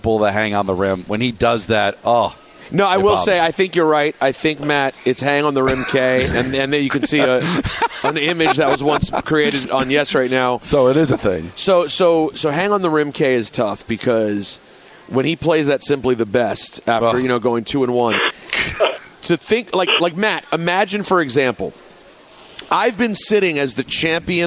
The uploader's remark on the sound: The show is live from UBS Arena